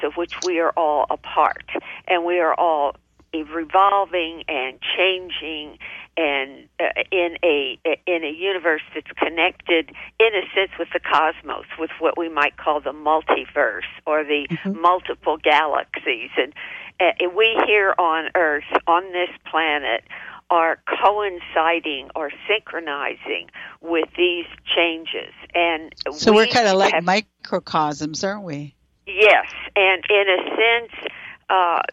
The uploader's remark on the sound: OUR Show this week is a live call-in